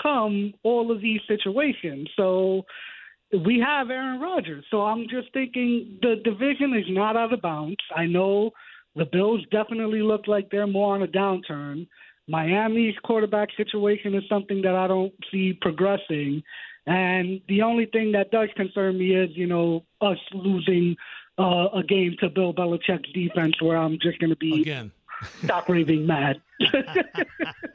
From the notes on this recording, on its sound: goes to the phones to hear from the listeners